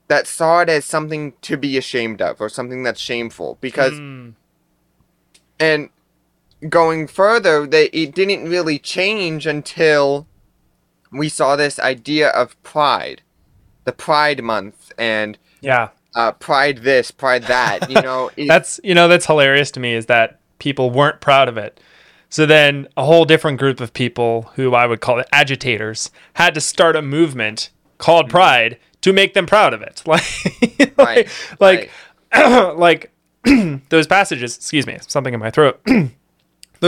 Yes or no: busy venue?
no